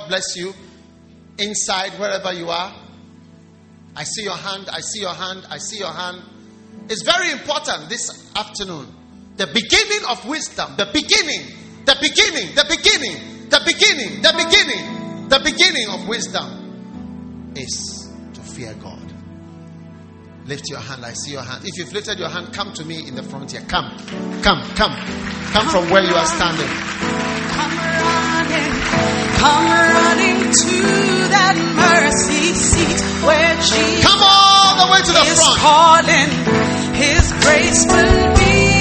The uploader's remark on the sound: Preached at the Wisdom Impartation Service.